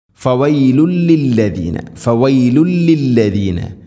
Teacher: അടുത്ത ആയത്തിൽ ഫവൈലുൽ ലില്ലദീന ഫവൈലുൻ, തൻവീന് ശേഷം ലാമ്, തൻവീനിനെ ലാമിലേക്ക് ഇദ്ഗാം ചെയ്യണം, മണിക്കാതെ കൂട്ടിലേപ്പിച്ച് ഉച്ചരിക്കണം.